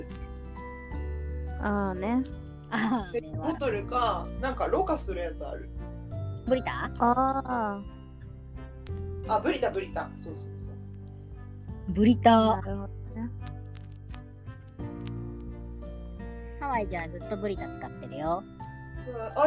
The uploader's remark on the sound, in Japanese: 撮影環境が不安定だったため、若干雑音が多く申し訳ございません！